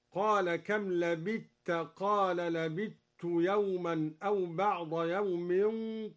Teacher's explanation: أدغم الدوري الثاء في التاء